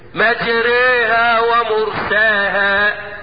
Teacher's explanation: هذه الراء بسبب الإمالة ناحية الكسر ترقق